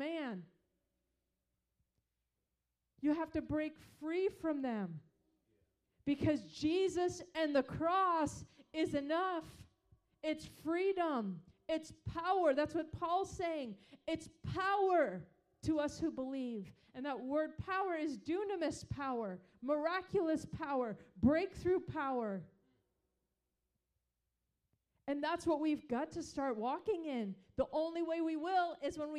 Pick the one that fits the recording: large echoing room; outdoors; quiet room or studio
large echoing room